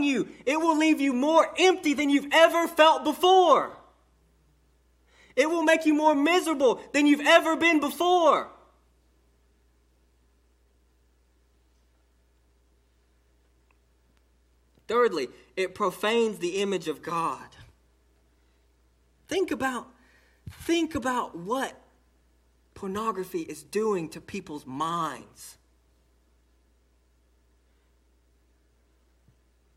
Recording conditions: large echoing room